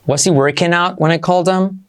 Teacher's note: When I called him, salto la H, y como he, called him.